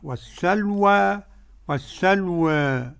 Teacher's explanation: قرأ بالفتح والتقليل ورش، وقرأ بالتقليل فقط أبو عمرو، يعني ورش والسلوى والسلوى، أبو عمرو والسلوى والسلوى.